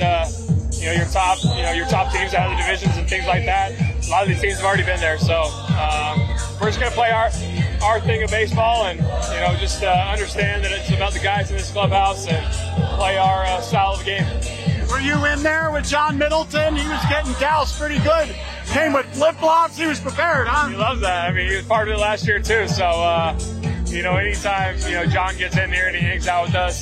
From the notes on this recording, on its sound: live inside the Phillies locker room during their celebration